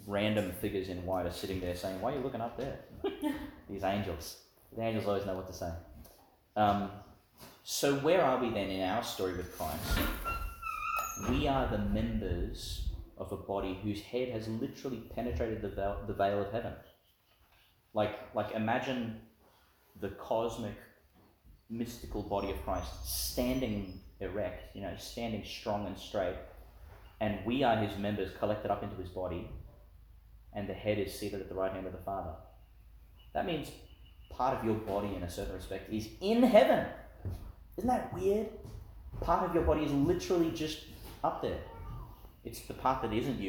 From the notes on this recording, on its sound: Homily for Ascension Sunday, delivered in St Mary's Catholic Church, Ubobo.